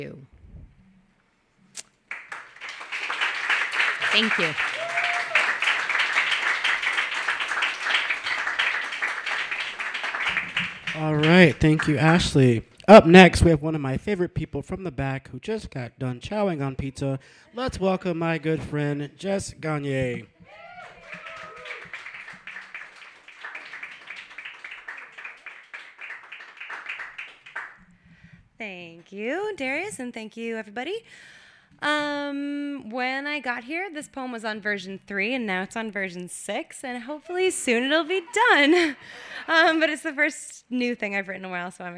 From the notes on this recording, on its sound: Brooklyn Poets Yawp open mic